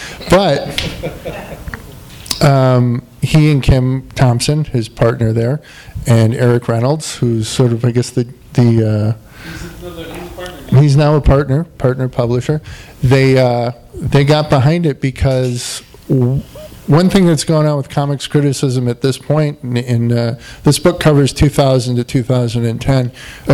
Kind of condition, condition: setting, live audience